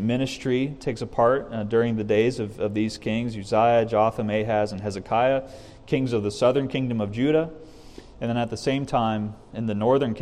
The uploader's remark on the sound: This message was recorded from the evening prayer meeting at CTK